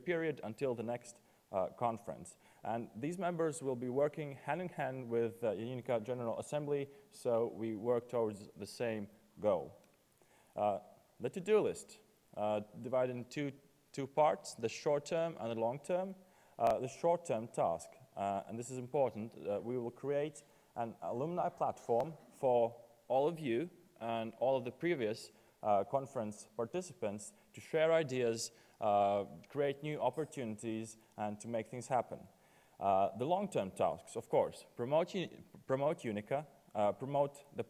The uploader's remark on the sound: at the UNICA Student Conference 2014, UNIL